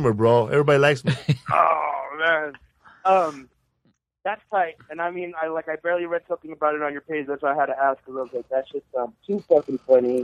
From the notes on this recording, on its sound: We did our monthly call-in show this week and took your calls for an hour.